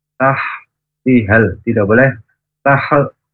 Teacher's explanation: Tihal tidak boleh ada e-nya, tidak boleh mantul. Tihal, nah hal aslinya itu panjang h-nya, tetapi ketika ada alif lam komariah maka h-nya tidak jadi panjang, harus cepat.